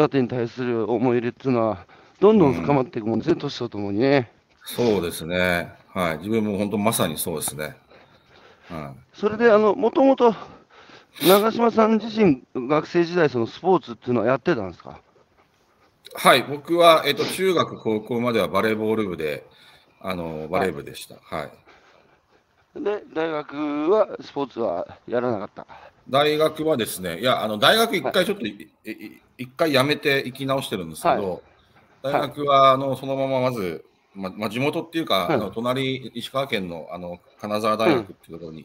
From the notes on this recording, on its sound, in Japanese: 歩きながら1時間、対談する